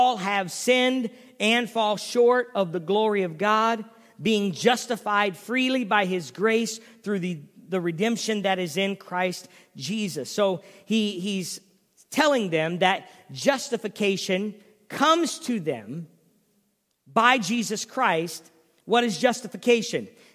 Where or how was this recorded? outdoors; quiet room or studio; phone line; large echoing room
large echoing room